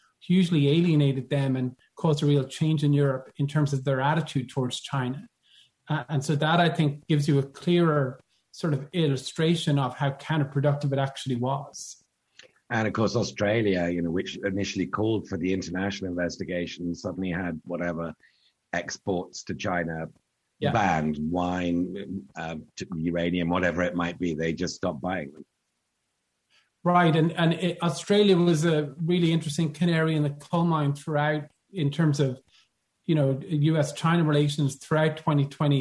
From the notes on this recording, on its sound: This program was recorded via video conference on September 13th, 2021 by the Commonwealth Club of California.